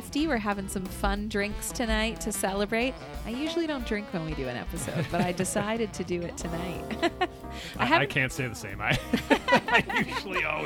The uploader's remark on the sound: LIVE from Adventurer's Guild. Headed to Adventurer's Guild Cafe in Downtown Kitchener.